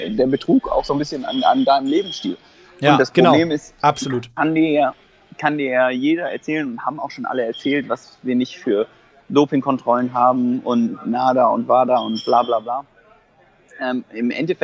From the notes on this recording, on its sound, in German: Für die Podcast-Aufnahme ausgerechnet am Flughafen auf dem Weg nach Taiwan.